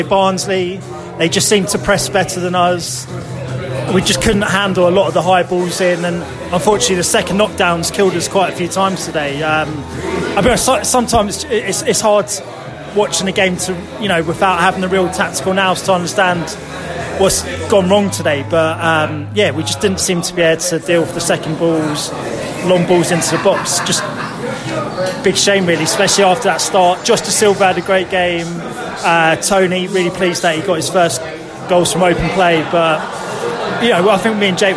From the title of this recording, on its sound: post-match podcast from the pub